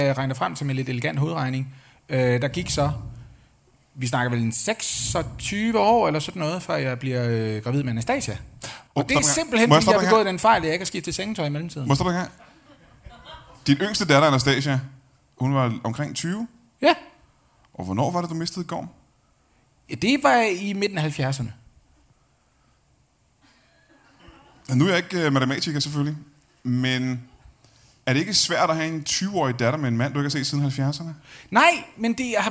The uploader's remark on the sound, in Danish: LIVE fra Greve